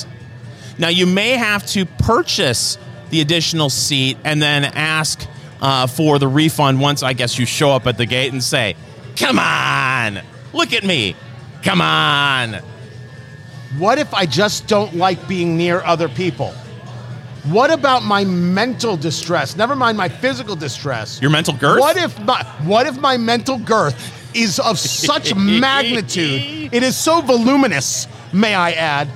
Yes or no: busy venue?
yes